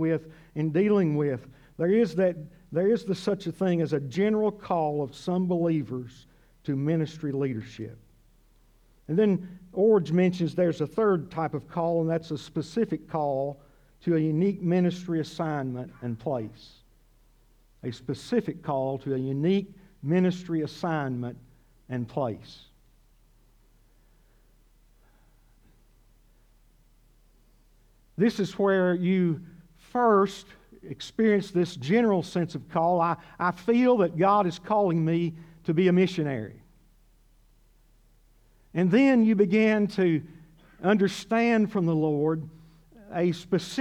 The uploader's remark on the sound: This sermon was originally preached at CCC